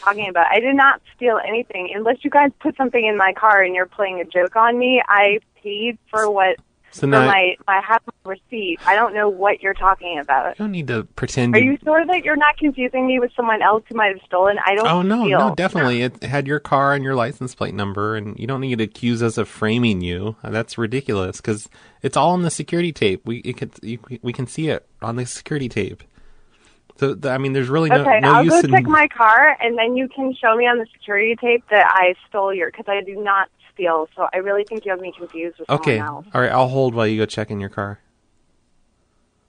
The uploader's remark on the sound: Prank Phone Calls Collection